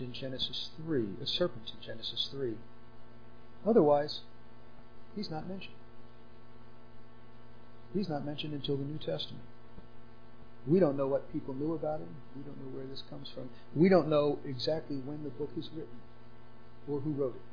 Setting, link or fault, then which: fault, uneven or low level